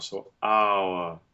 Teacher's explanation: Our, that becomes a triphthong created by the reduction of the R to a schwa, where we have the diphthong. Ow, started with the bright A, then open U, flying U, and the schwa for the R.